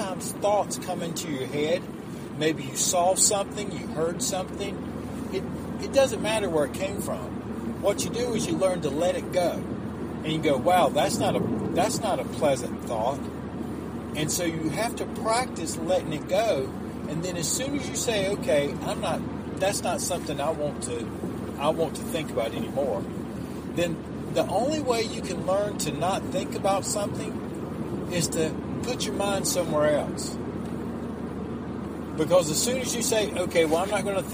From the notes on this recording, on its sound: My young son and I were driving home, when he dropped a question that made me pull over. We decided to turn on the mic and record it.